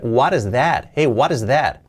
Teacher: Podemos hacer la T, como una R suave.